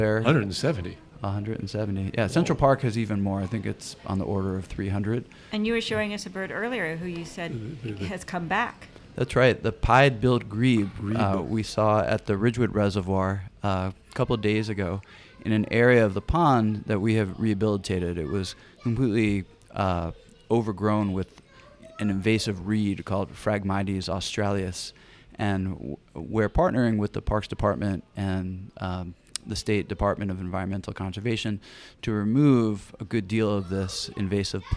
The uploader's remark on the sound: This program was recorded at Gebhard's Beer Culture Bar in Manhattan. This program was recorded at Gebhard's Beer Culture Bar in Manhattan.